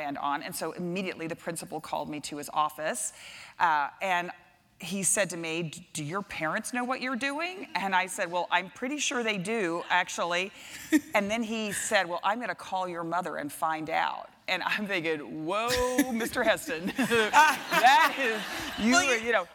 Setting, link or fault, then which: setting, live audience